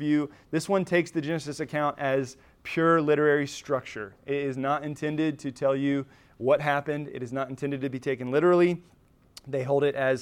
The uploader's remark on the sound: Recorded at Emmaus Church in Buford, GA on Wednesday, September 27, 2023.